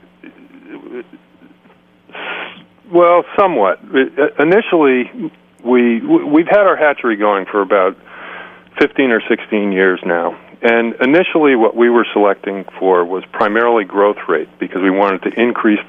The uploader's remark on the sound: is on the line